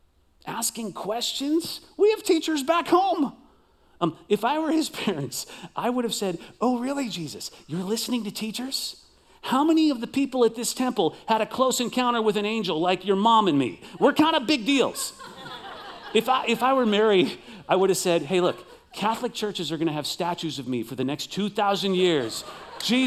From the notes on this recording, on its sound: Recorded live at CrossWinds Church